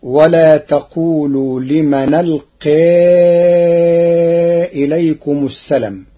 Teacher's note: قرأ ورش كلمة السلام بحذف الألف بعد اللام